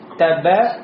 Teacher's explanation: Обратите внимание, здесь все звуки у нас являются мураппапа, то есть все тонкие.